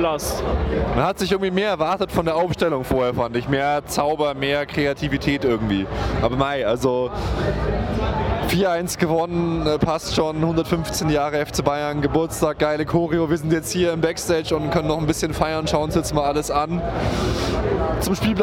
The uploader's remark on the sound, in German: Dieses Mal melden sich wir uns live für Euch aus dem Stadion und von der 115 Jahre FC Bayern Party im Backstage.